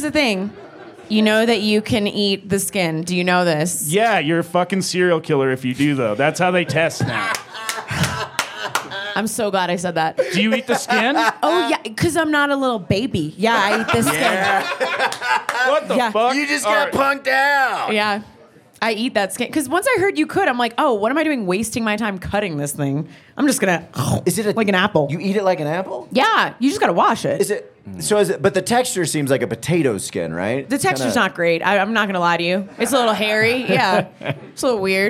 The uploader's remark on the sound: live from the Vail Comedy Festival